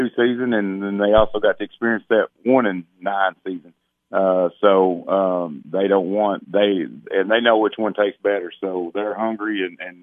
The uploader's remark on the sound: Coaches from around the Upper Cumberland hopped on the phone to preview their upcoming seasons'.